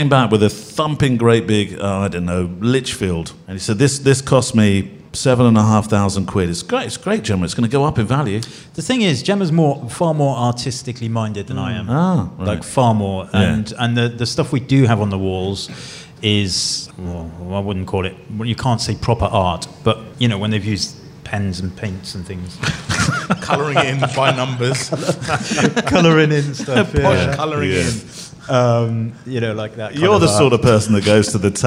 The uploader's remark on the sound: We're BACK ON THE ROAD at Fujifilm's House of Photography in London's Covent Garden with a live studio audience.